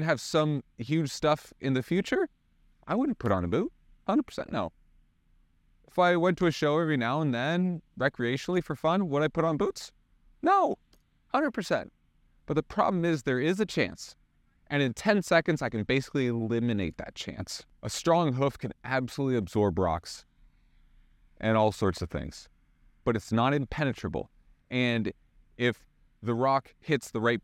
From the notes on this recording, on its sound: WALKING AND TALKING!